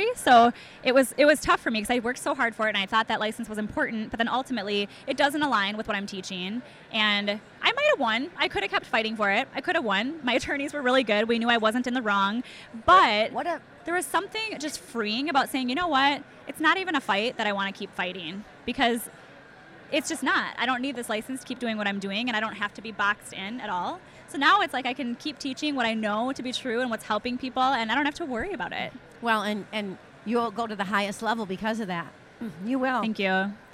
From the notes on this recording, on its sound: This first episode was recorded live at the 2018 Paleof(x) Conference in Austin, TX.